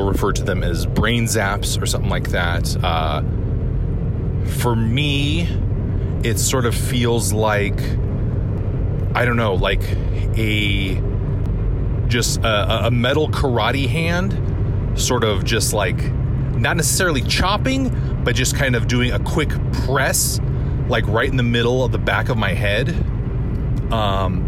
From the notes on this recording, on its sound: It’s a noisy, driving in my car episode